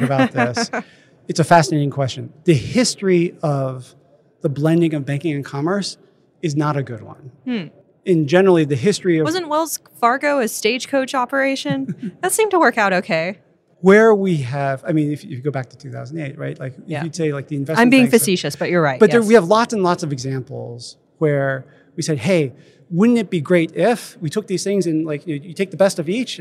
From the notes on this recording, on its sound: Recorded live at Money 20/20 in Las Vegas.